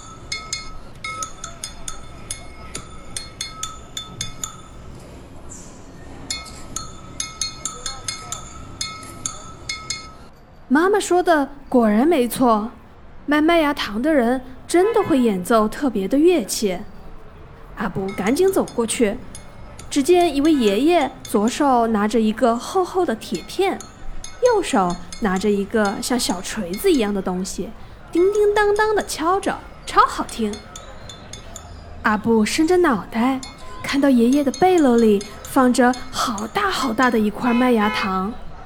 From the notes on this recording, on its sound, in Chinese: 市场环境氛围